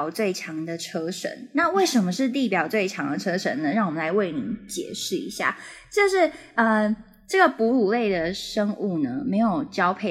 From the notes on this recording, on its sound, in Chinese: 直播節目會有一些現場音或不可抗力干擾。